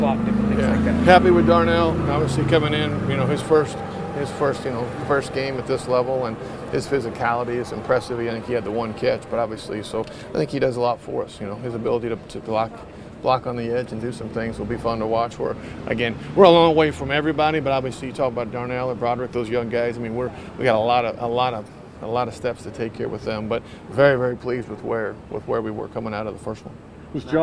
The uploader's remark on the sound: ITL Live from Steelers Camp Day 14.